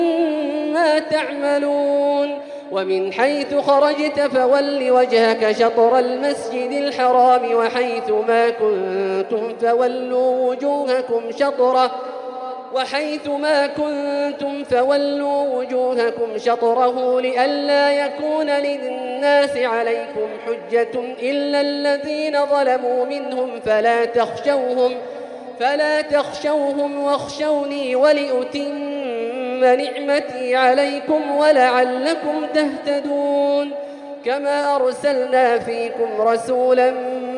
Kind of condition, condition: setting, large echoing room